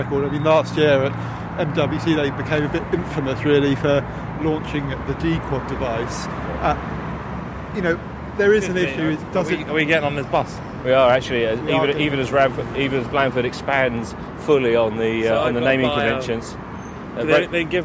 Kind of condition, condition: setting, outdoors